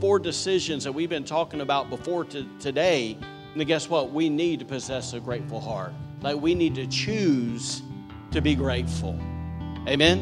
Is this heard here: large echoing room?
yes